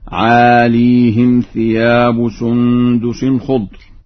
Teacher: قرأ ورش لفظ عاليهم بإسكان الياء، ويلزم من هذا الإسكان كسر الهاء